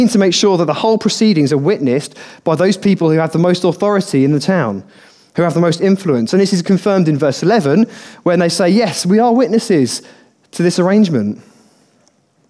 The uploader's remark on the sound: Recorded on 13/12/2015 at our Bournville gathering